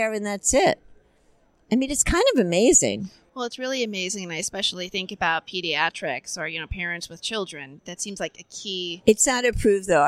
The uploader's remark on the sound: ADCES22 Live. From the Exhibit Hall.